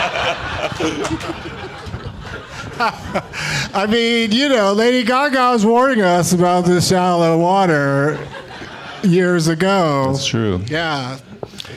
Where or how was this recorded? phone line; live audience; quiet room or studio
live audience